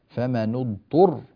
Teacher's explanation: الراء هنا مشددة، فينبغي يعني إذا وقفنا عليها أن نبين هذا التشديد، فمن اضطر هكذا. · Term: الراء مشددة